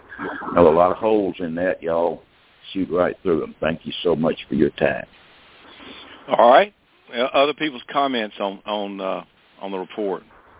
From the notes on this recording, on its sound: Monthly Conference Call